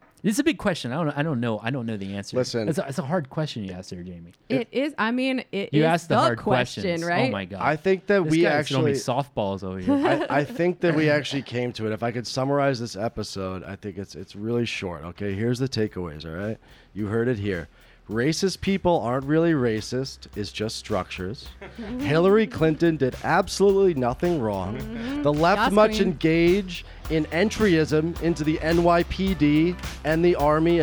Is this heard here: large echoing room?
no